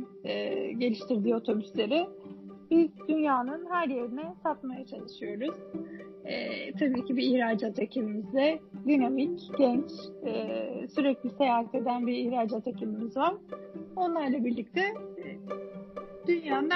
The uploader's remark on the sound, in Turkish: Uzaktan bağlanmalı bu kayıtta da hem bağlantım, hem de muhteşem hızlı konuşabilme özelliğim sayesinde yasanan kayıplar var.